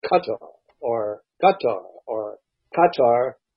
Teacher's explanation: if you put the emphasis on the first syllable, whether it's Qatar or Qatar or Qatar, you can't go very wrong. If you put the emphasis on the second syllable, you're marked immediately for a stranger.